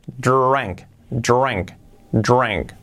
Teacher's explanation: esa I de de drink, que no es una I, es una E prácticamente